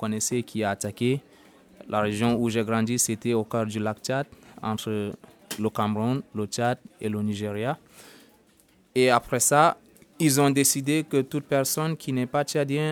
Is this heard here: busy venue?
yes